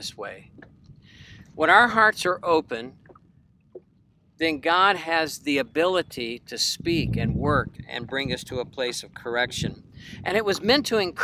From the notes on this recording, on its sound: It was even recorded from a boat out on Lake Erie.